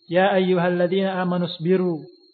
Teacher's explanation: Dipanjangkan dua harakat wawunya. Jangan diberhentikan dengan hamzah. · Term: huruf mad